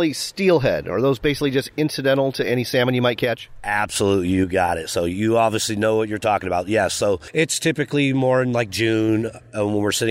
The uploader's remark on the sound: audio from the Washington Tri-Cities Show